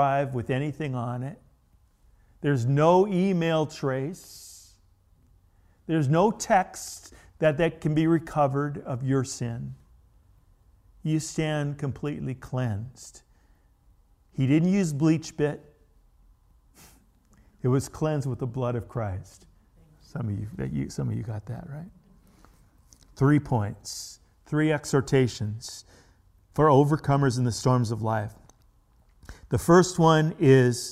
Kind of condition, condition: setting, large echoing room